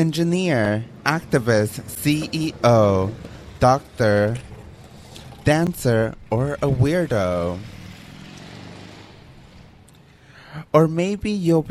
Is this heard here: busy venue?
yes